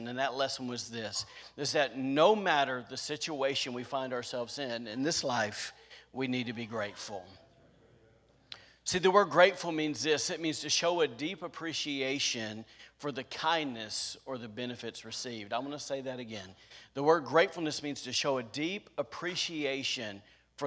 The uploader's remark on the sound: was recorded on Sunday, November 21st, 2021, during service at The Anchor Church in Rockport, Maine.